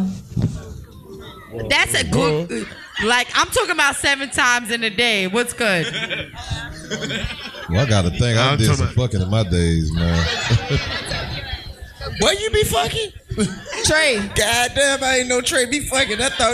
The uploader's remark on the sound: Live From The Highline Ballroom